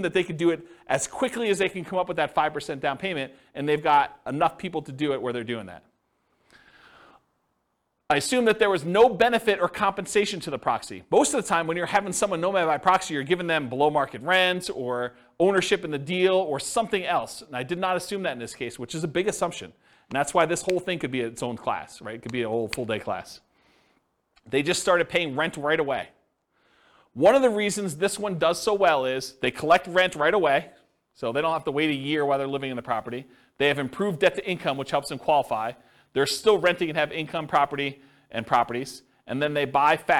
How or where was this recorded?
live audience